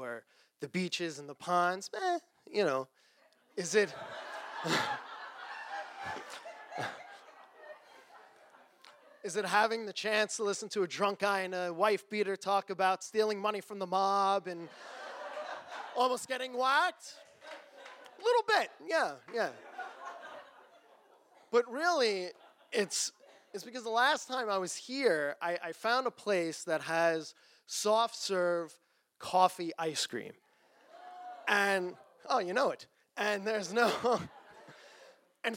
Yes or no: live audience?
yes